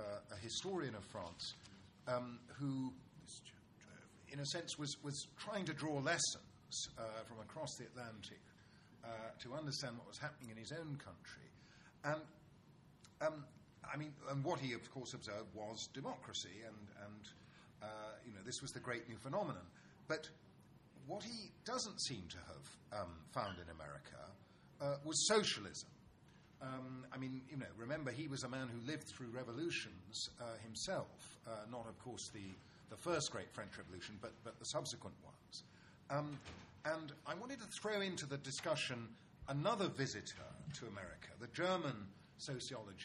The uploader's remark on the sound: TNC/SAU Conference. Responds to the questions and comments of conference participants and audience members.